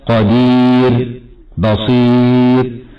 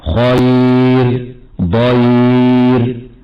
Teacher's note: وترقق الراء إذا كانت ساكنة وقبلها ياء ساكنة مدية أو لينة